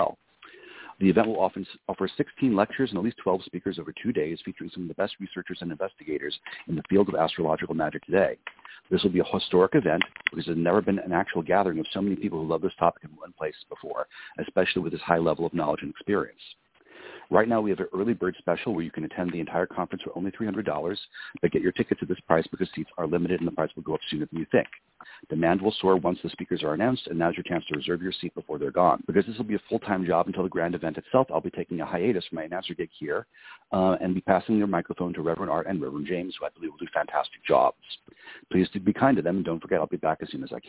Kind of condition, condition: link, phone line